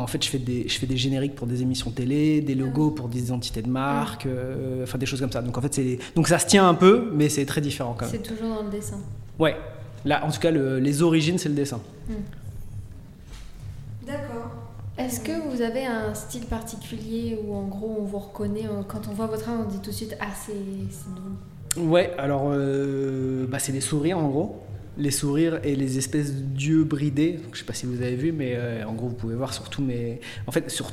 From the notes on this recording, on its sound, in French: Depuis le festival RUR! À Nogent.